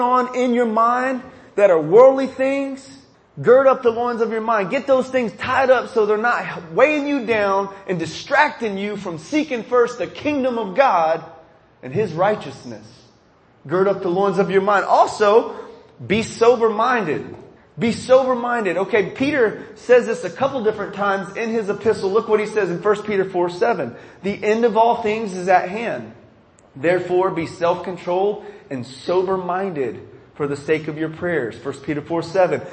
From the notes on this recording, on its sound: This sermon was recorded at the chapel service at Dallas Life Foundation.